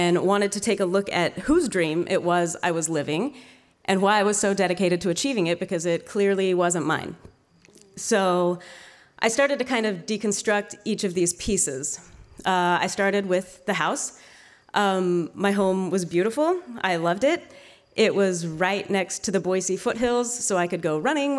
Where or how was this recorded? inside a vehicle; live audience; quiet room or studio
live audience